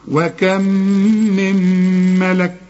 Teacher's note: كأن ما عنديش نون، كأن النون اتحولت لميم، ما هي ادغمت في الميم برضو، يبقى حدغم ميم مع ميم وحدغم نون مع ميم وكأنها كلها ميمات.